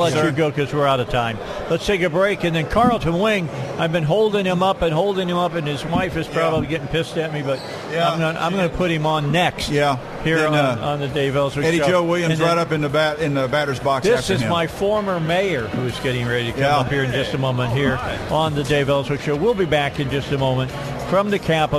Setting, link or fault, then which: setting, busy venue